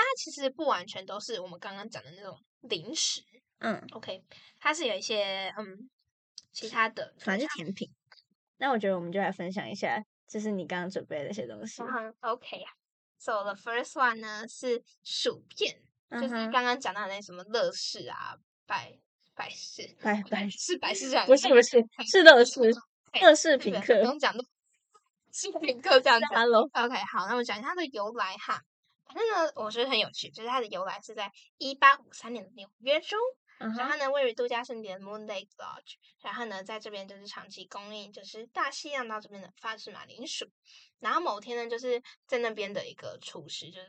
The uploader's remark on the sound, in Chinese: 音質大出包！！！這集有人忘記帶轉接頭了，所以音質在傳輸中被壓縮的聽起來很荒唐，請大家見諒！聽起來很像AI合成出來的XD。